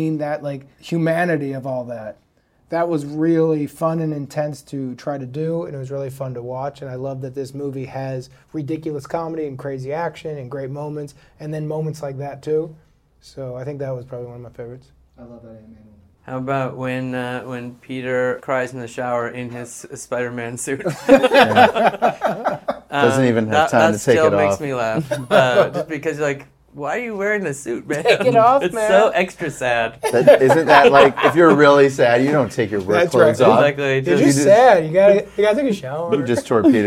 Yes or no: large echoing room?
no